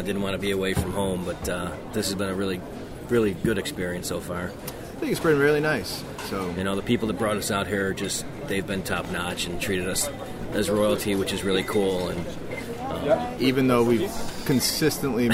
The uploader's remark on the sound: Live From Germany! In this special shortened podcast recorded in the streets of Koln.